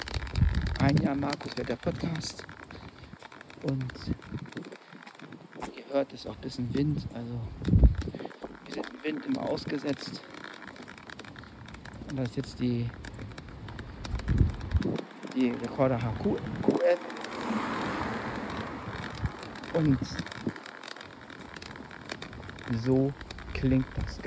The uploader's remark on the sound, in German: Außenaufnahmen mit verschiedenen Geräten